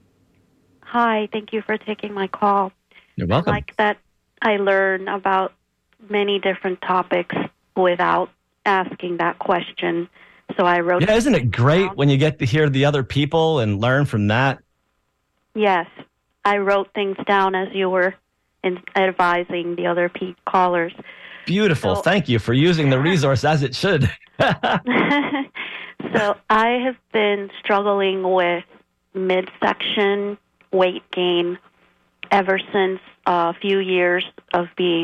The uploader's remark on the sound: Show features expert advice and informative discussions with callers.